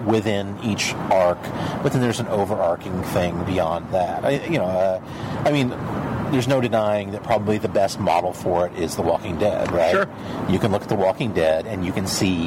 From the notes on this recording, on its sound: Live from Downtown Chicago's scenic Riverwalk